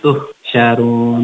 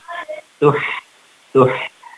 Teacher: Ini lebih ke sifat hurufnya mungkin Bunda, yaitu pada kalimat tuhsyarun. Nah, ketika ada ha sukun, ha mati, ketika dia sukun harokatnya, maka sifat ha-nya itu khoh. Itu artinya kita alirkan. · Shown in: second take